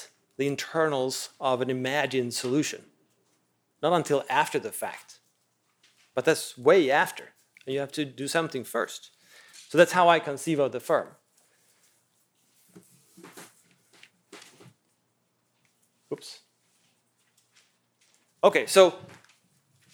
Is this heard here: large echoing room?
yes